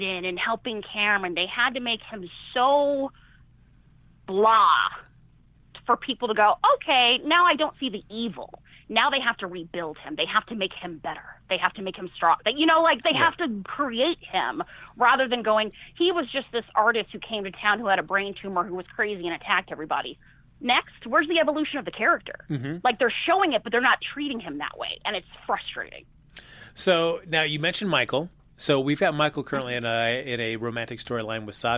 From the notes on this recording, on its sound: opens the phone lines to chat with the fans